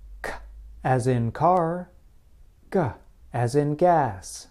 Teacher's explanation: They require you to use the back of your tongue to block air in the area called the soft palate. · Term: stops